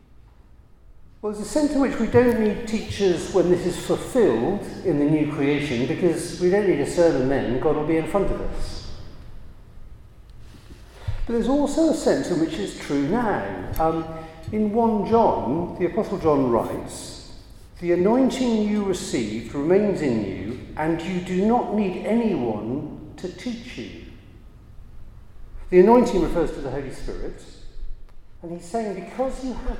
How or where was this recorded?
large echoing room